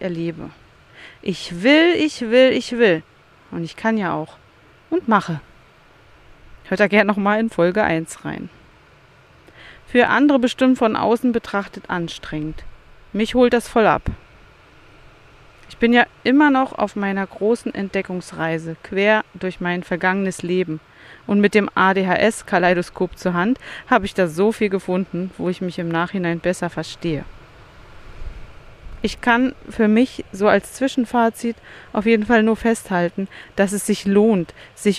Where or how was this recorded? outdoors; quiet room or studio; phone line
outdoors